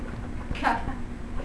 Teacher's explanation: So the back of the tongue is either touching or approaching the velum · Term: velar